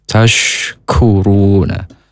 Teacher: huruf shin, di tengah lidah keluar nafas yang banyak